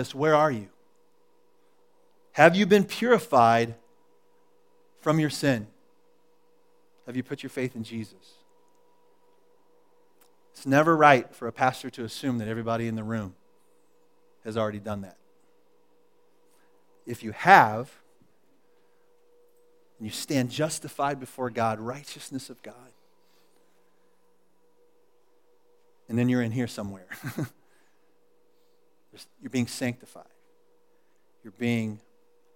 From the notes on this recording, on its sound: recorded at The Calling Community Church located in Platte City, Missouri